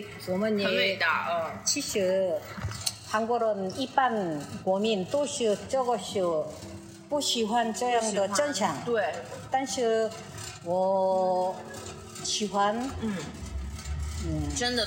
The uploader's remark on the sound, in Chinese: 在第27届釜山国际电影节现场采访